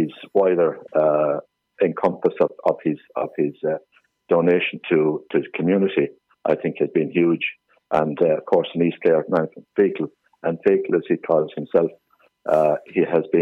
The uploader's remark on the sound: joined on the phone by Kilkishen correspondent